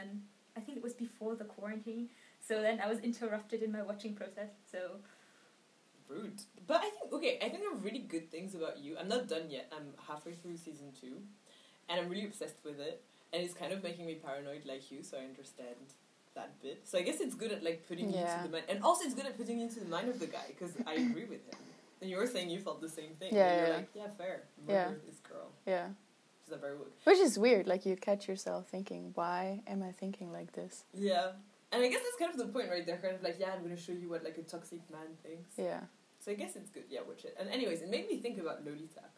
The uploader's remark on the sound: This was recorded the day of the hand-in and on day 12 of my quarantine so the vibes were chaotic, but chaotic good. Excuse the sound quality, still don't have a mic and this was very improvised.